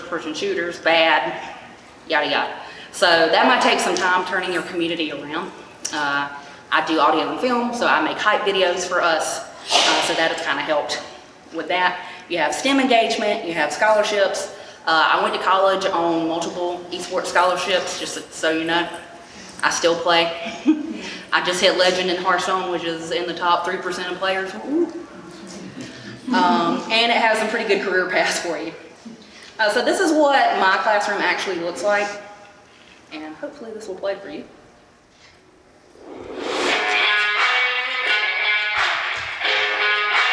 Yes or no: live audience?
yes